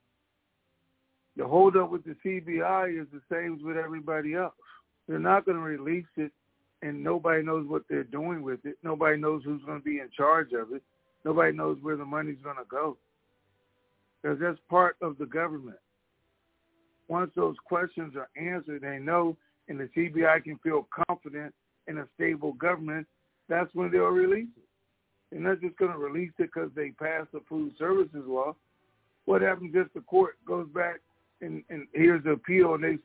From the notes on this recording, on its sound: TNTSuperfantastic Conference Call